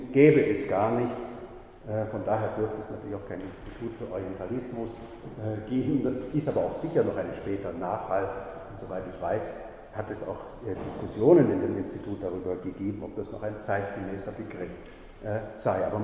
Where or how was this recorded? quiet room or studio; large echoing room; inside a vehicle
large echoing room